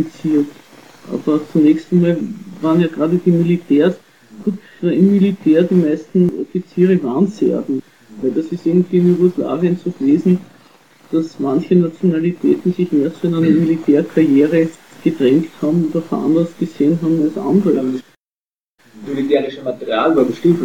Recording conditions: poor sound quality